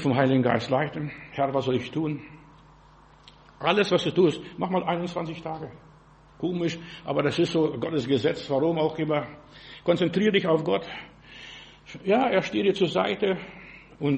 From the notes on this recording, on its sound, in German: im Gemeinde-Zentrum in Berlin aufgenommen